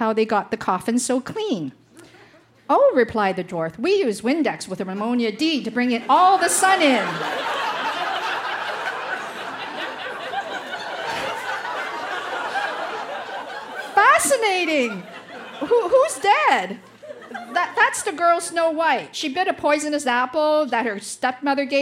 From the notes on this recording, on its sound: Recorded live at the Tranzac Club in Toronto.